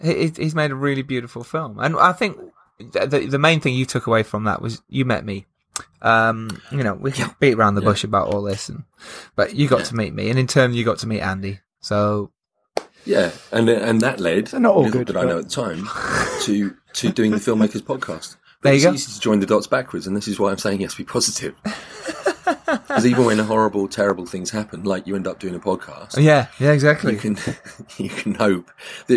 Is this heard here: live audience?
no